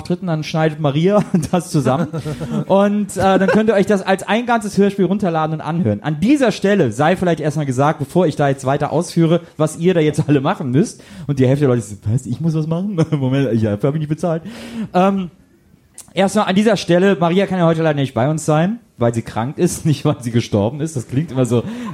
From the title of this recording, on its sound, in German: Erlebnisbahnhof LIVE